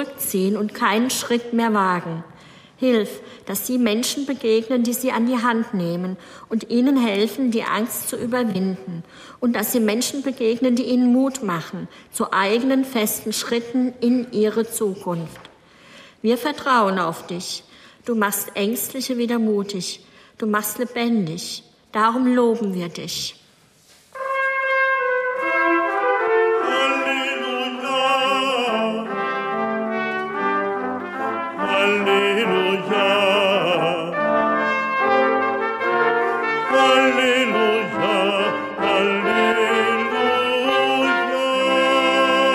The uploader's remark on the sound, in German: Am Ostersonntag überträgt hr4 live den Gottesdienst aus der evangelischen Stadtkirche in Stockstadt am Rhein.